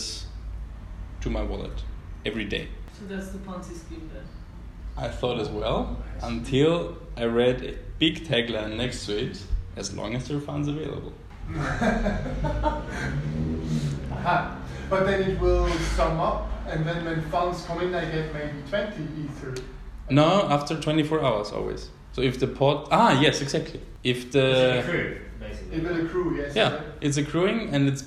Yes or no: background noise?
yes